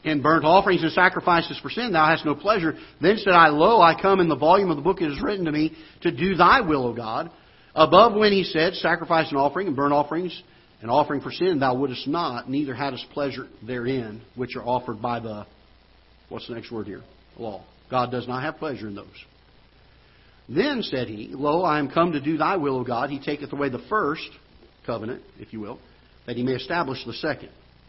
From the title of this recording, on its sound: Ketha Heights Baptist Church ~ Live Broadcast